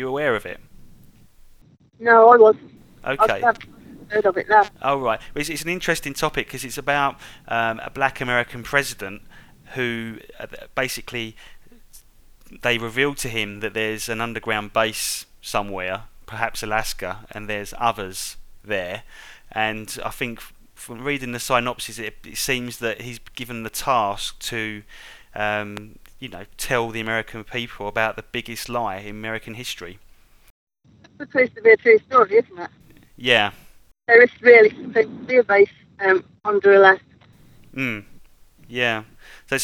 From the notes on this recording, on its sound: live from Rendlesham forest